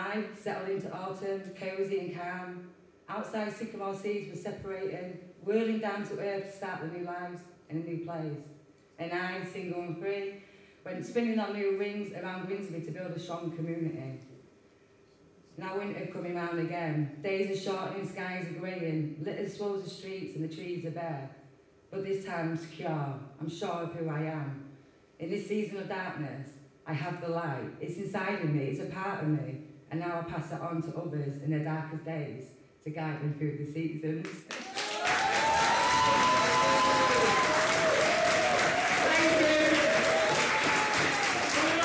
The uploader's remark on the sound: This mini-episode is our final recording made at the very successful book launch of Tales from the East Marsh by our very own East Marsh Writers Group, Quills.